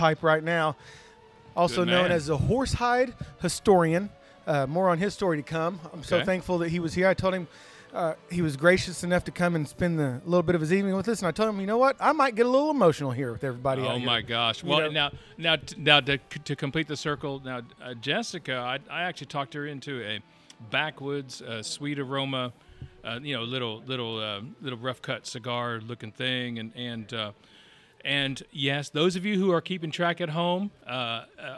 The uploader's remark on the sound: Live from the Tobacco Pouch in Tulsa, OK. Our 1st live recording from a cigar shop.